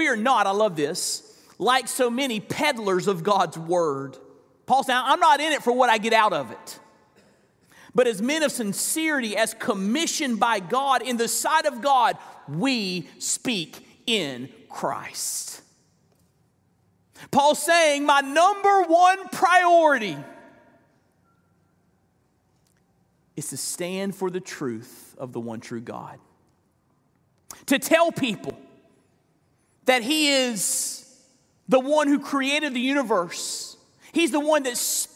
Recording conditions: large echoing room